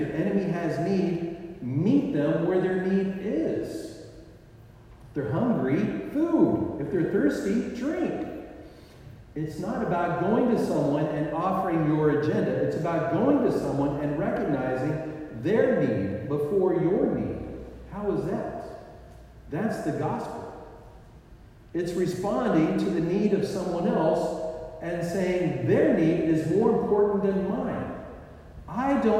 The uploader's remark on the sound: The sound quality is lacking. It is like “listening in a tunnel.”